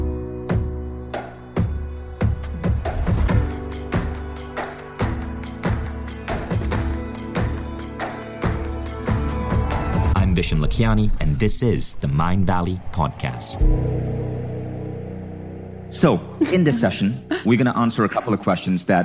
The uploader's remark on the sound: 3-way panel discussion live from Mindvalley's A-Fest stage in Bali.